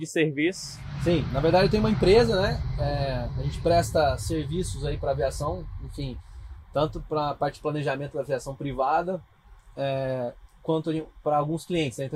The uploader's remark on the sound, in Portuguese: Dentro de um Cessna, no Hangar do Aeroporto de Congonhas gravamos esse podcast